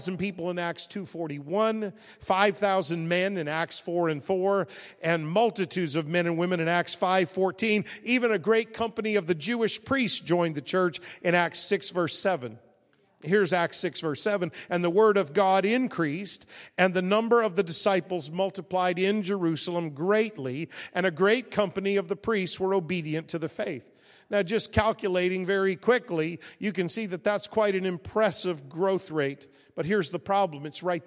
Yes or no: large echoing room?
yes